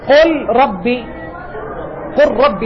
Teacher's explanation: تزول اللام، تقرأ راء مشددة. الإدغام هو النطق بالحرفين كالثاني مشددا.